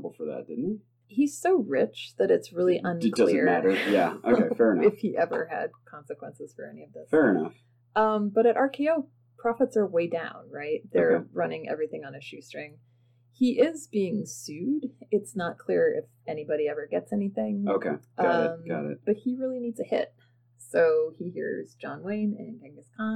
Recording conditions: poor sound quality